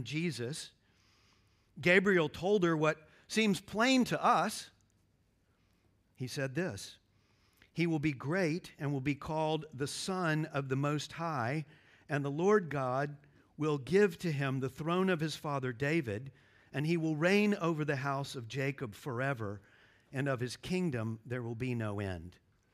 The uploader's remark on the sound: at Covenant Hope Church in Dubai, UAE on December 24, 2023